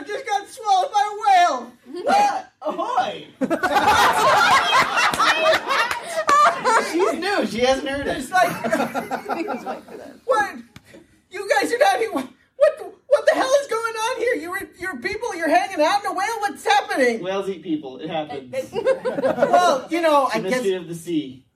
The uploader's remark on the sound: Balticon Bonus Episode 2- Podcaster Improv. Featuring a recorded panel from Balticon 49.